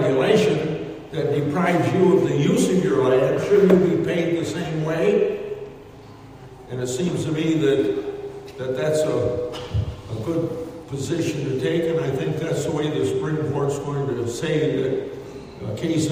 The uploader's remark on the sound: Q & A at Gingerich Well & Pump Service in Kalona, Iowa